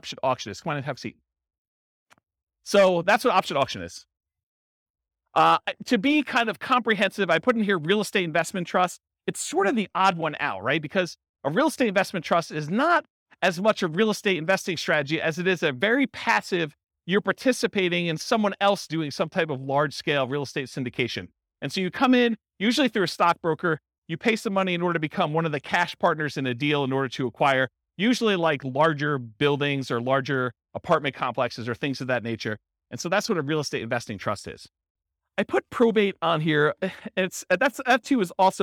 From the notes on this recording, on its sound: Real estate entrepreneurs in Tucson, Arizona. This was a live class recorded to give investors a solid qualitative overview of all the different real estate investing strategies.